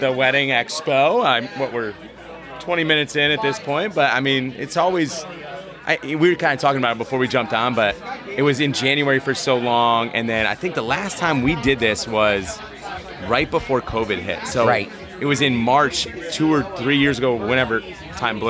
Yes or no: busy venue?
yes